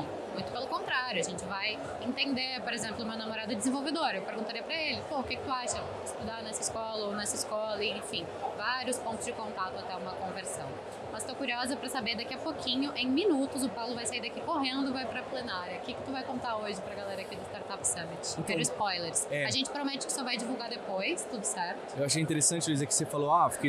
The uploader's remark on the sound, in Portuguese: Esse foi o assunto de mais uma edição especial do Mídia Market Podcast no Startup Summit. No Startup Summit 2023.